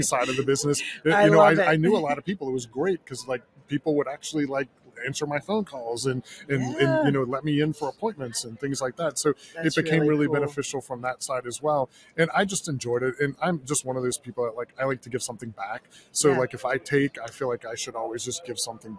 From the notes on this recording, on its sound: Comes to you from NTEA’s Work Truck Week 2023 in Indianapolis, one of the industry’s largest fleet expos. The interview takes place in Knapheide’s booth on the show floor where they were celebrating 175 years in business.